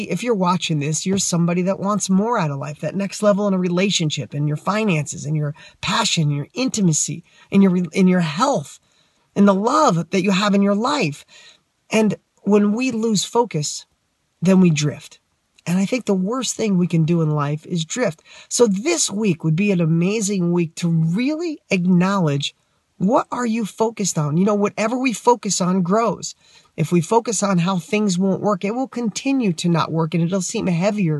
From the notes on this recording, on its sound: I was so excited to film this Weekly Wisdom I filmed it in my car!